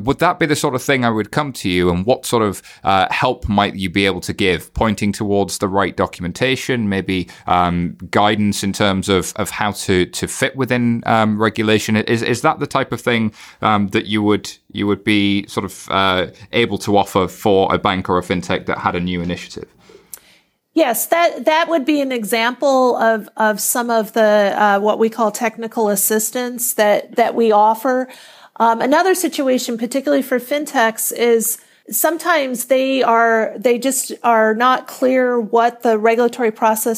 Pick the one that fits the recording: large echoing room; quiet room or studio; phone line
quiet room or studio